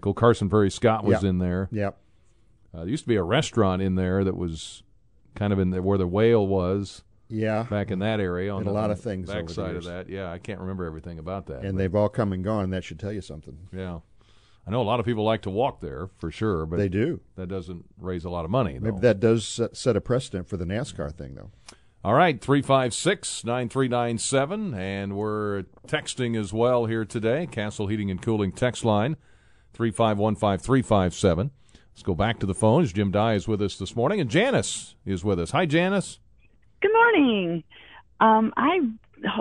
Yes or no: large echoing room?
no